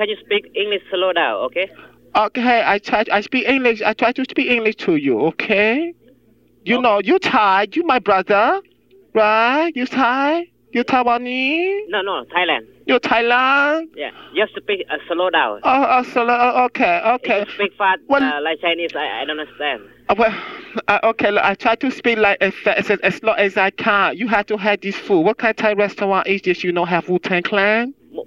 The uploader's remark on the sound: Prank Phone Calls